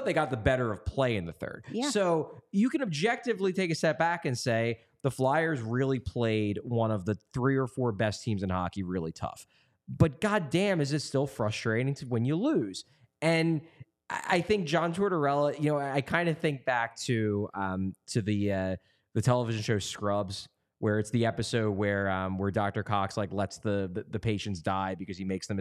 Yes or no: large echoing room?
no